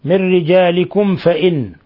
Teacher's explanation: ميم ساكنة جاء بعدها حرف الفاء الحكم التجويدي إظهار شفوي بل هو أشد حالات الإظهار